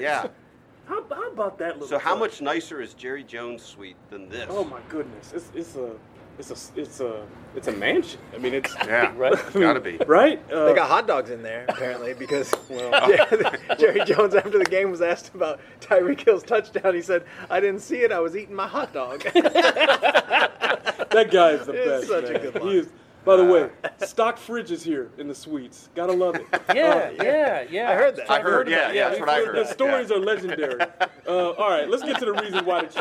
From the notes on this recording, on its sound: live from AT&T Stadium